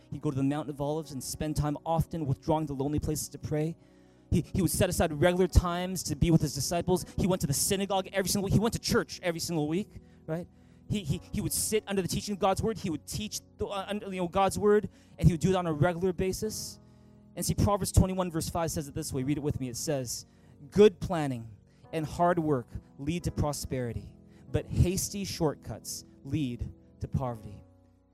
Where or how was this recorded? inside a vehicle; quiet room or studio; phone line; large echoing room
large echoing room